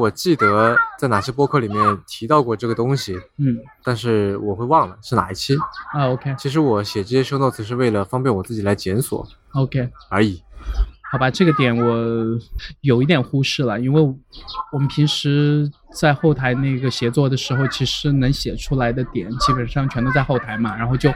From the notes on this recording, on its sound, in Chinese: 这是与《比特新声》在公共绿地区域进行的一次无明确固定主题的串台聊天特别节目。虽然周围来自幼儿与麻雀的杂音和室外录制造成的音质下降也许会对收听者造成负担，但这样的环境却令对话者非常放松，口无遮拦。